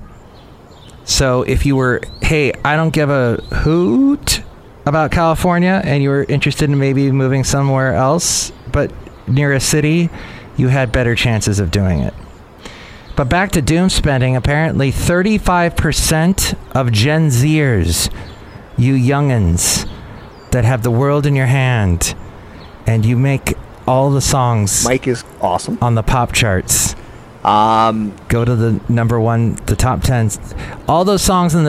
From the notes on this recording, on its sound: podcasts live from Café Anyway